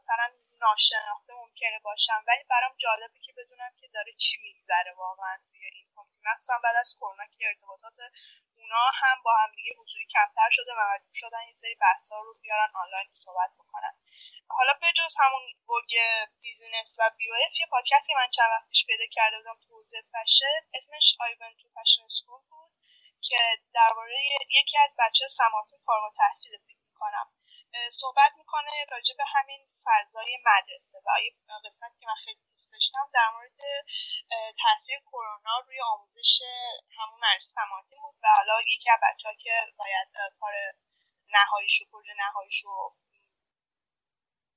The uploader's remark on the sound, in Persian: اگر کیفیت کار با بقیه اپیزودها فرق داره به دلیل نحوه متفاوت ضبطه